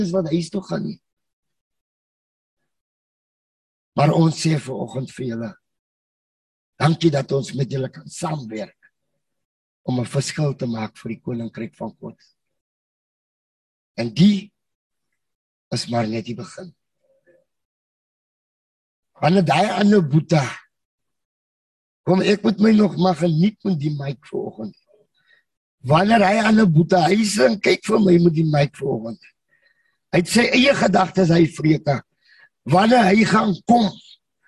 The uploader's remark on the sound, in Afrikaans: Manne van die Woord Zoom Byeenkoms 31 Mei 2022.